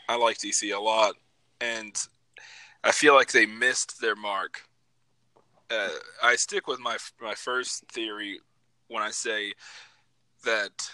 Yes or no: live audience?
no